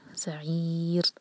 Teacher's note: را کو ساکن کر کے رکیں گے تو اس سے پہلے ہے یا، تو را ہمارا باریک ہوگا